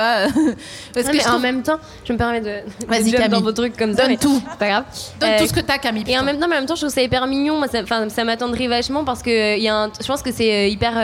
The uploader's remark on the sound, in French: Devant un public de pantins énergiques. Au festival We Love Green (Bois de Vincennes).